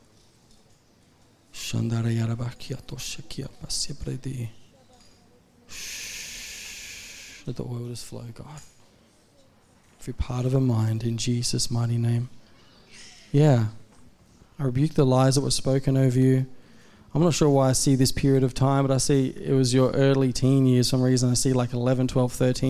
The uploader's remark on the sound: A message from Zion Church on Australia's Gold Coast. In Tallebudgera.